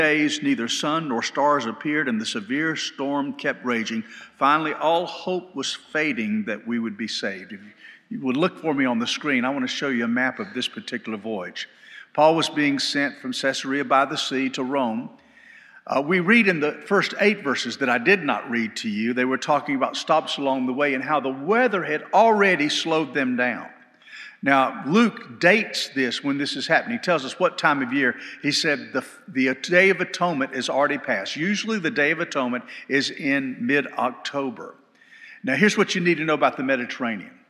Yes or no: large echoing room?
yes